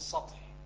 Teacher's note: الطاء يغلب على السين فيحولها إلى صاد